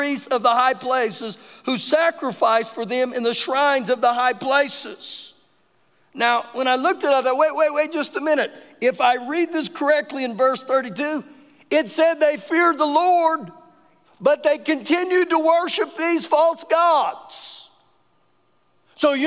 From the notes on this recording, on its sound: Recorded live during our Wednesday night service